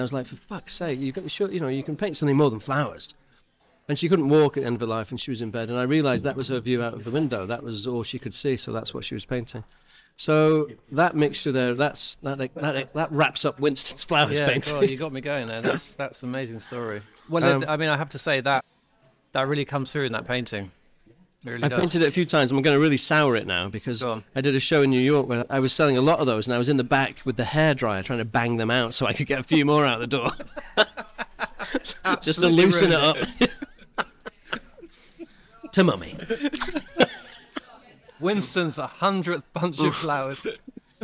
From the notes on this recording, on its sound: We recorded this episode during a busy lunch service at Sessions Arts Club. This episode was recorded in person at Sessions Arts Club, London.